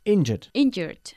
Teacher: Emphasizing the first syllable.